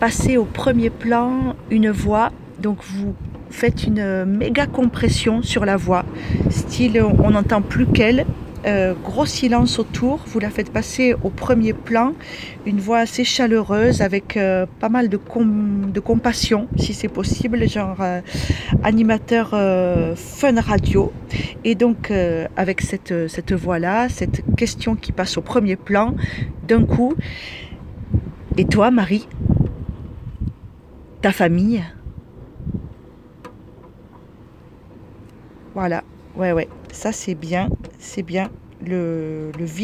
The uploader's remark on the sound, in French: Enfermée dans ma voiture avec des rafales de vent à plus de 80 km heure comme notre pays sait en produire, j'ai enregistré cette petite histoire sonore